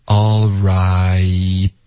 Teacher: 结尾的 t 呢，我们会省略